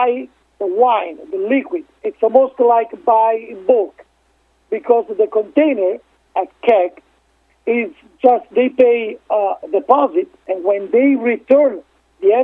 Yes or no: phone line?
yes